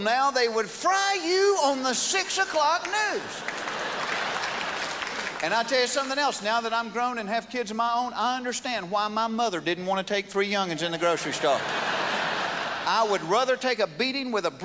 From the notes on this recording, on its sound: at the 2001 Just for Laughs Festival in Montreal